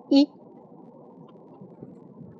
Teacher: Hello，大家好，这里是荔枝 FM，我是主播。今天呢，我们就开始从第一课来说一下简明法语教程。这本教材还是很好的，对于初学者来说可以说是从零开始。那第一课呢，我们就先从因素开始说。第一个因素是啊，啊这个音有一点像中文的我们说的阿姨，但是注意法语的特点是紧，紧实，所以是啊。舌尖呢，抵住下齿，最唇是椭圆形，开口度很大，啊。不要脱音，不要读成啊。那我们读一下例词，比如说萨了，了。第二个因素是但，但，同样是舌尖抵住下齿，然后开口度略小于刚才我们说过的啊，哎。例词比如说有 sell，mare，妈妈的意思，fête，节日，plaine，lait，maître，effet 第三个因素就是一，一，这唇呢是扁平的，然后开口度小